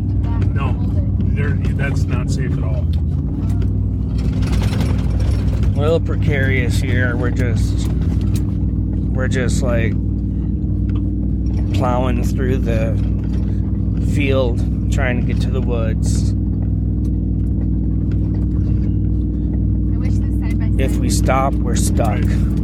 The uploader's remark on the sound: Maple syrup field recording.